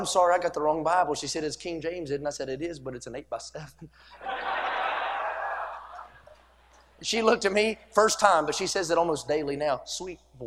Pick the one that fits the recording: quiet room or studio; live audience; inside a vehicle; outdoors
live audience